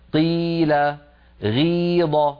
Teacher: يترتب التفخيم النسبي، يعني لما نقول مثلا هذا يتجلى أكثر ما يتجلى في المكسور، لما نقول مثلا قيل غيض لاحظوا بأن القاف ضعفت جدا والغين ضعفت جدا لما انكسرت